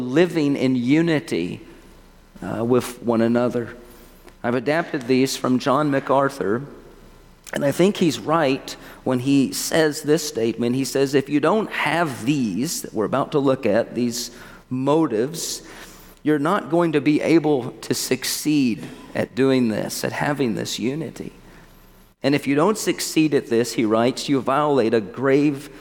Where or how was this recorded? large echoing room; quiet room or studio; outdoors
large echoing room